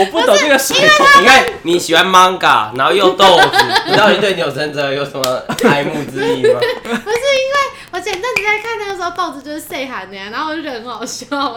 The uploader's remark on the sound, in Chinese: 本期挑戰賽單元為遊戲類競賽，故首次嘗試此單元的我們並未調整好收音設備之狀態，相較於以往的音質可能會因為過於激動與瘋癲而過於爆音，建議將音量調小服用。